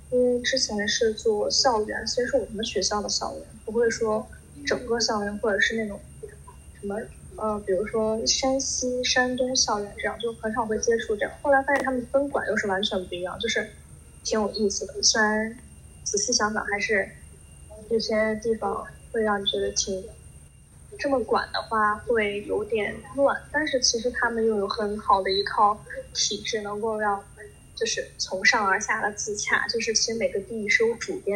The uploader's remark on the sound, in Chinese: 由于远程录制问题，本期节目音质十分糟糕，还请见谅。